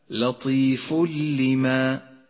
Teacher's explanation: بنفس الآية حكم الإدغام بلا غنة لطيف لما، لطيف لما، جاء التنوين وبعده حرف اللام، يسقط التنوين من اللفظ ويشدد حرف اللام الذي بعده